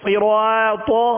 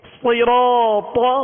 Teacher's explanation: را پر علامت زبر کی ہے اور اس میں تفخیم ہوگی پر پڑھا جائے گا، اس وجہ سے الف مدہ جو ہے یہ بھی پر پڑھا جائے گا · Shown in: second take · یعنی اس کو صراط یوں نہیں پڑھیں گے بلکہ صراط یہ الف بھی پر پڑھیں گے.